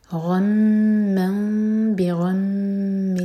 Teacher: تنوین میم میں چینج ہوئی ہے کیونکہ نیکسٹ ورڈ با سے شروع ہو رہا ہے تو اقلاب کریں گے.